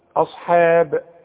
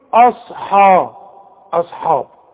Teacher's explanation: رقق الهمزة ورقق الحاء · Shown in: first take